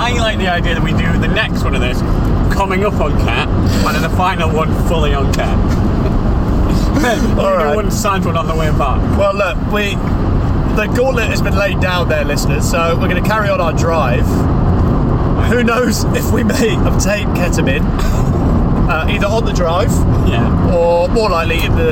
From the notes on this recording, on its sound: Drove from London to the Machynlleth Comedy Festival in North Wales. This is a collection of recordings from that road trip.